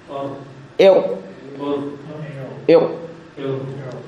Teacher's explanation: يحصل ذلك بالنسبة إلى الراء نعم، يحصل ذلك بأن يطرق طرف اللسان اللثة العليا يطرقها يرفرف عليها طرقا لينا من دون شدة يسيرا مرتين أو ثلاث، مرتين أو ثلاث من دون المبالغة، من دون المبالغة. · Term: التكرير